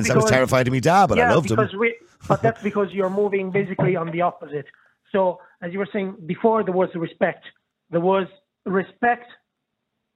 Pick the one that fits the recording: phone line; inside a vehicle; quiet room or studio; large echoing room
phone line